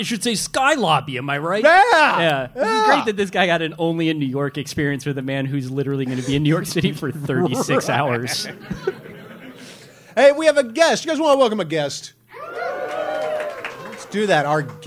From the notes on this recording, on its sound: Live from New York City. Questions from the audience.